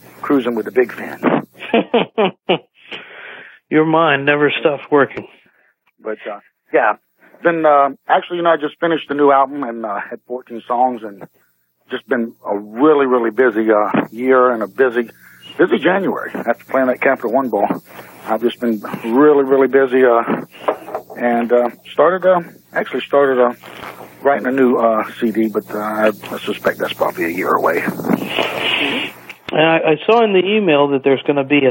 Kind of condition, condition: link, phone line